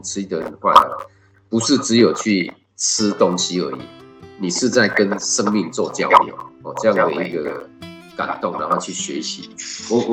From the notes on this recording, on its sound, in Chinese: 本次採線上會議錄音，音質較為粗糙，敬請見諒!